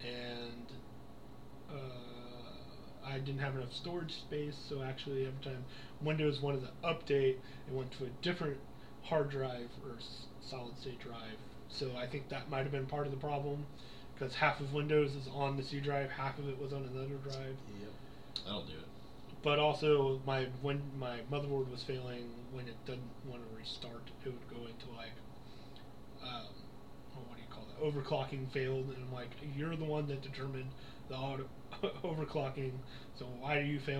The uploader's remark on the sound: lots of technical issues.